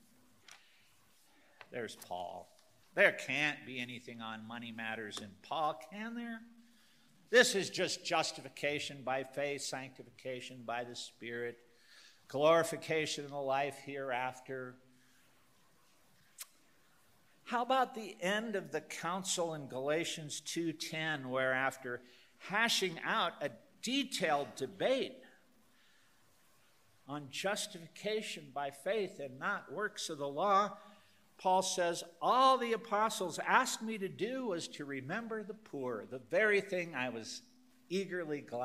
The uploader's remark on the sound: Youre listening to a recorded Lecture from the Denver Lecture Series.